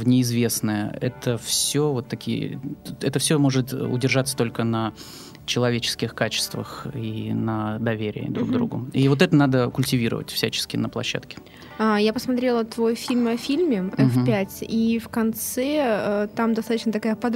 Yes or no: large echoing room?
no